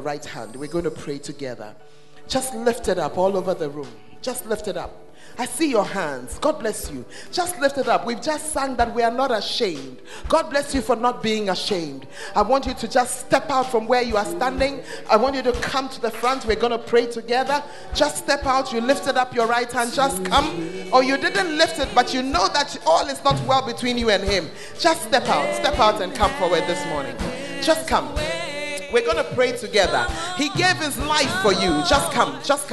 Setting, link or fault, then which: setting, live audience